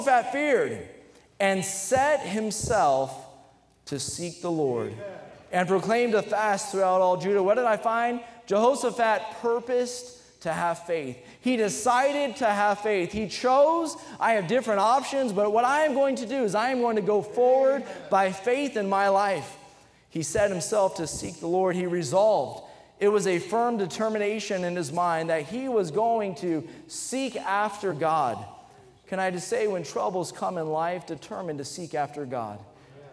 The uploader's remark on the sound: during the Sunday Evening service on August 13, 2023, at North Valley Baptist Church in Santa Clara, California